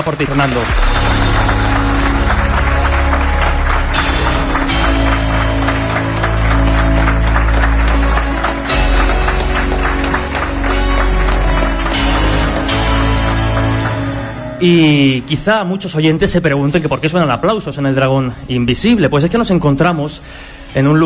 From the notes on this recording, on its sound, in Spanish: realizado ante público en Pinseque (Zaragoza) el pasado 24 de noviembre